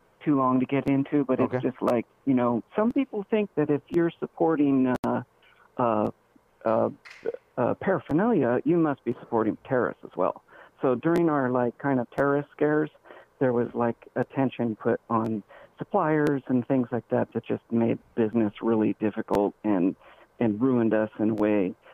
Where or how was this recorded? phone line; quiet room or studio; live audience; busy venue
phone line